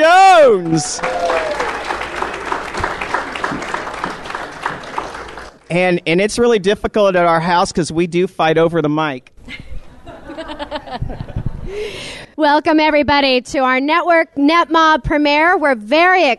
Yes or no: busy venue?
yes